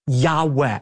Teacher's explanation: What we actually have there in the original manuscripts are the letters Yud-Heh-Vav-Heh, which are God's personal name that most Semitic scholars believe is pronounced a breathy Yahweh